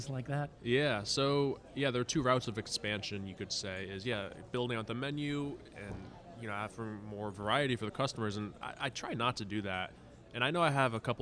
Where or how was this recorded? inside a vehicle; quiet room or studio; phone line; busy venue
busy venue